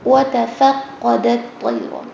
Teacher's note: دال سافٹ رہے قاف کی ہیوینیس ہے اینڈ تو بہت ہیوی ہونا چاہیے